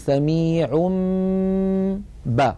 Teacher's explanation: كذلك إن أتى تنوين مثلا والله سميع بصير، والله سميع آخرها تنوين سميع، نقلب هذا التنوين الذي هو في الحقيقة نون ساكنة نقلبه إلى ميم ثم نمط غنته نقول سميع با، فنطبق الشفتين على الميم وعلى الباء التي بعدها إطباقا واحدا